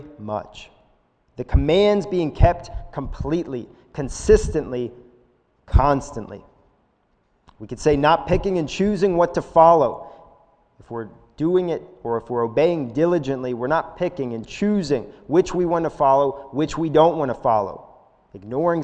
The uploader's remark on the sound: This is a sermon recorded live at the Lebanon Bible Church in Lebanon, PA on 05/02/2021 during the evening service